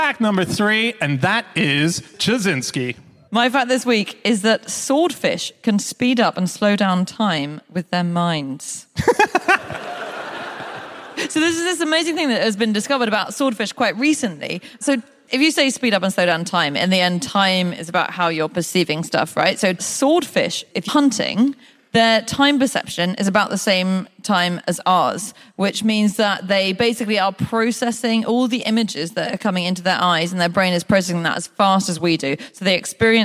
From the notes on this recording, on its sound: Live from the Eventim Apollo in Hammersmith